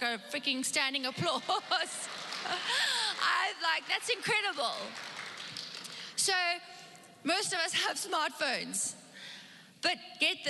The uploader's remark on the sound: Recorded live on Sunday the 7th November 2021